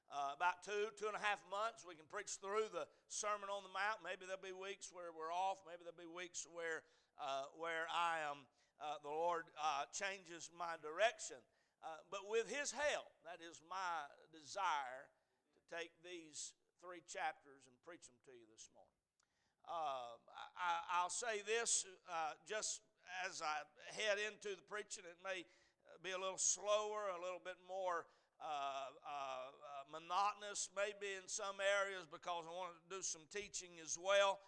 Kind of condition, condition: setting, large echoing room